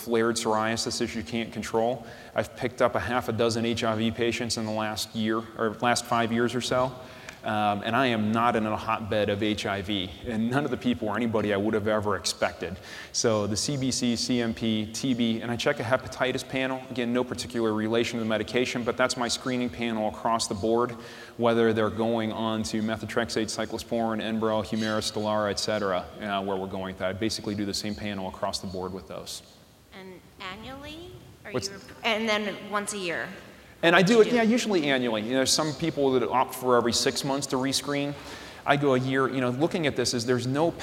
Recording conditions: busy venue